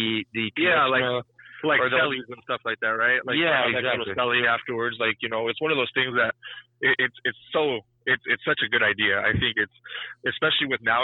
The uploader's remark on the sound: The team calls in from remote locations